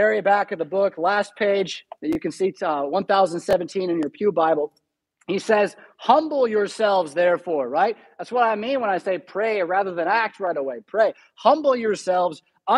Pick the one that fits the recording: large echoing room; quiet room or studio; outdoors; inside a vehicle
large echoing room